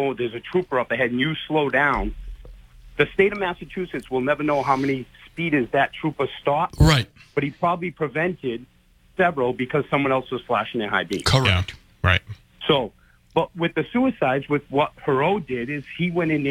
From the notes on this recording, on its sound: take calls and WBSM app-chat messages from the audience